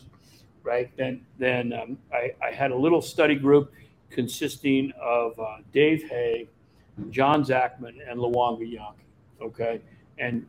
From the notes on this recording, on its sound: Live from CDOIQ